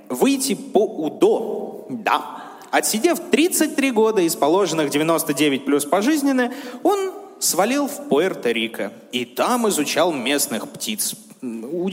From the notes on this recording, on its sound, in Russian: Выпуск был записан на глазах у сотен человек в день трехлетия «Дневников Лоры Палны».